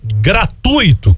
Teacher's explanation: A pronúncia correta é gratuito, com força no U e não no I, formando um ditongo.